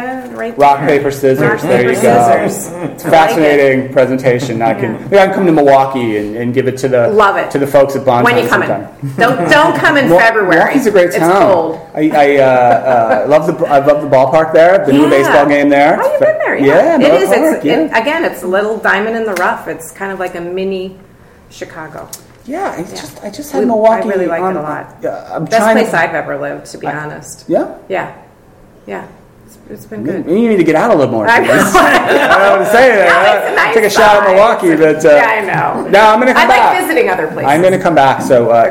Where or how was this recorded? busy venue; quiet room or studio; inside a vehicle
busy venue